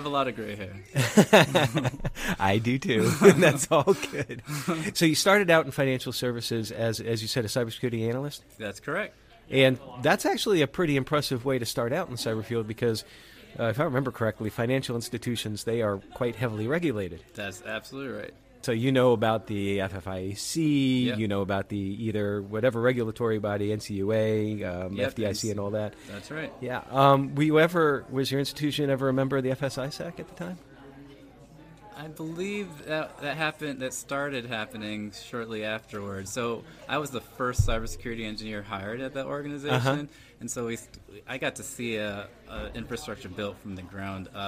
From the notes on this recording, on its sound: Recorded at RETR3AT Cyber Conference Montreat College September 23, 2022.